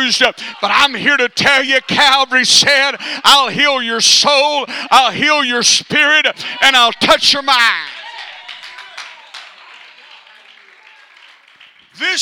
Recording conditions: large echoing room